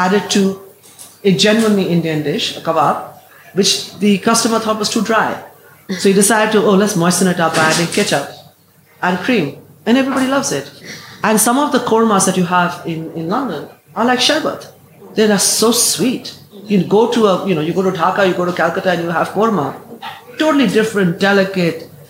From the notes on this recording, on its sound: The event was recorded on Thursday 25 May 2023 at Montalto.